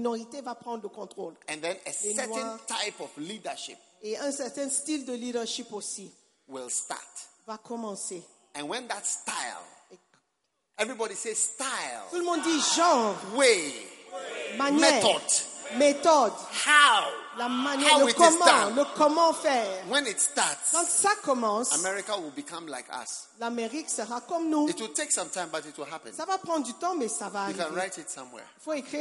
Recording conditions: live audience